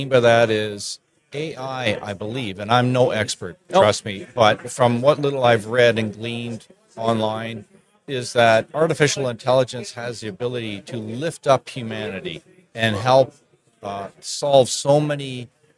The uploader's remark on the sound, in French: En direct du Hardtech à Toronto